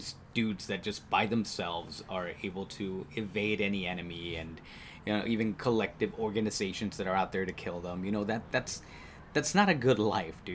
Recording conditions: sounds in the background